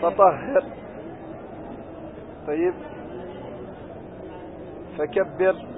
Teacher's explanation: أمثلة كثيرة على هذا المثال، سواء في الوصل أو الوقف، سواء وصلت أو وقفت فهي ساكنة، يعني آخر الكلمة ساكن، الراء هنا دائما ساكنة سواء وصلت أو ماذا وقفت عليه